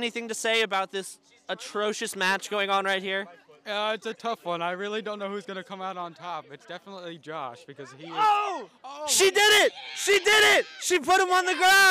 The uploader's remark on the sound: Enjoy these highlights from mic'ed up members of the UNH Marching Band during our 2023-24 Road show!